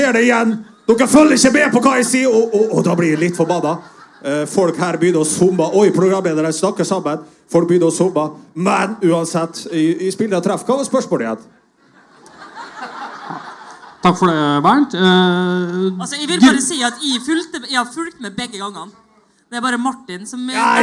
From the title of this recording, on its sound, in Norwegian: Live fra Salt i Oslo